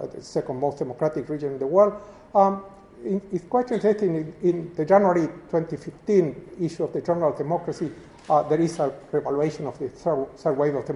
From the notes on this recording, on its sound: This is the closing lecture to the First UCL Americas International Post-graduate Conference. Organized by UCL Americas Research Network.